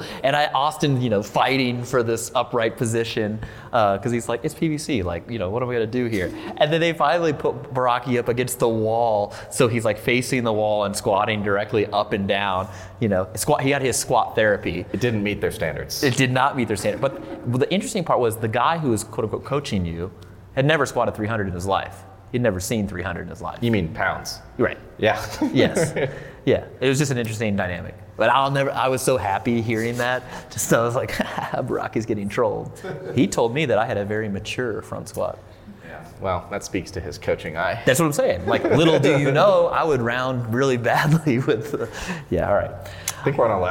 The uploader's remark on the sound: This podcast was recorded July 2019 at Elevate Barbell in Fort Collins, CO.